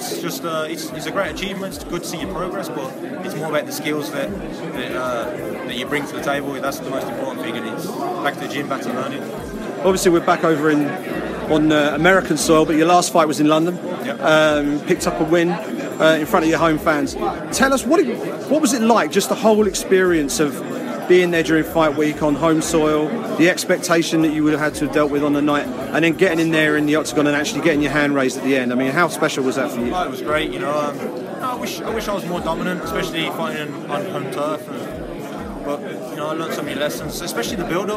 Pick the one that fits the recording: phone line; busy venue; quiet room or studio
busy venue